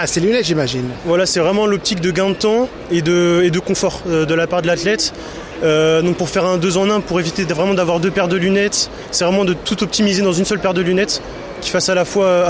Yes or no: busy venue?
yes